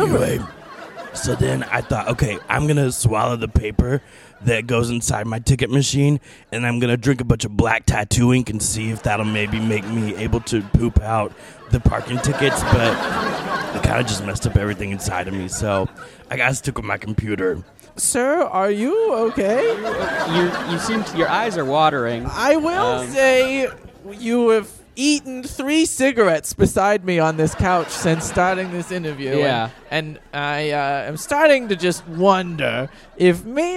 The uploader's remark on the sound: Recorded at Improv Asylum in Boston Massachusetts.